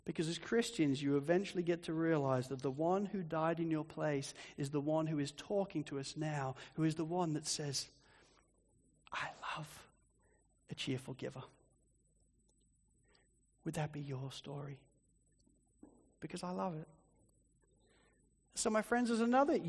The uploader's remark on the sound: Sermon recording from Sunday 3rd March 2024